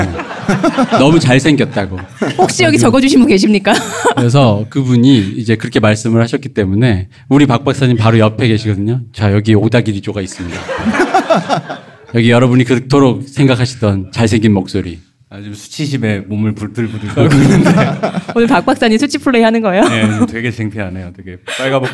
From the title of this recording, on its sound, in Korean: 공개방송